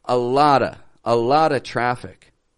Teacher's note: And I link it to the word of. And then I even kind of drop the V sound, v, from of. So I just say lotta.